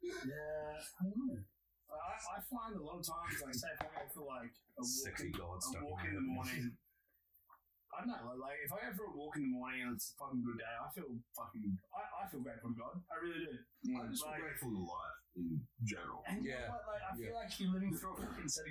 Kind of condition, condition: fault, poor sound quality